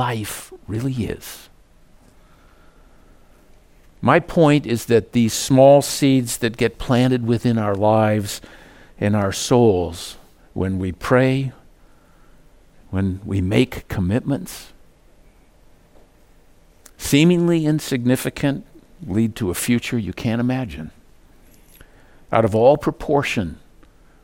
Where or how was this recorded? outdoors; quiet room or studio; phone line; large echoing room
large echoing room